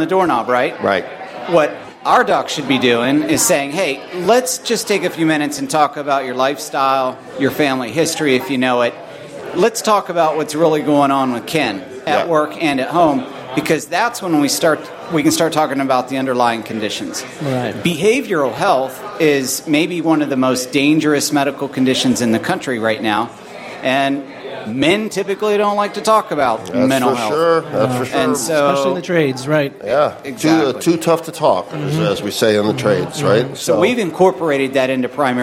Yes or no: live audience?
yes